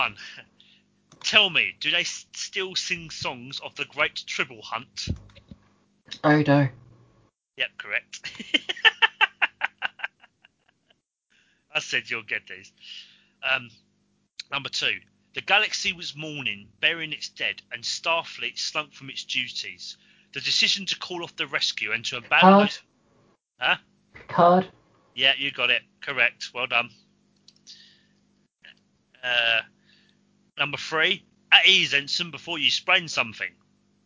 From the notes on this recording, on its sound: Please note we had some minor technical difficulties whilst recording.